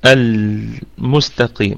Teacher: اللام نراعي فيها صفة البينية بين الشدة والرخاوة، المستقيم. وأيضا كمان الميم فيها في الدرجة الخامسة من درجات الغنة.